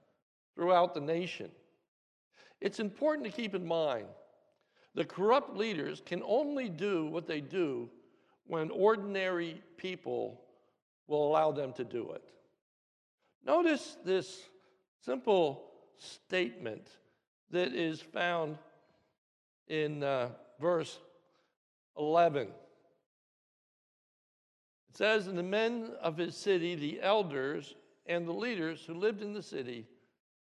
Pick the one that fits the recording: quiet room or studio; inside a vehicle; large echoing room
large echoing room